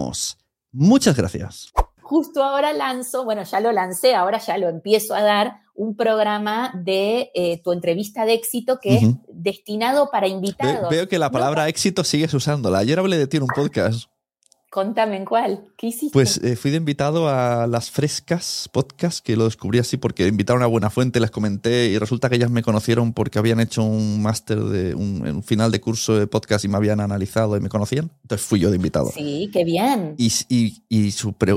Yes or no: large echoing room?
no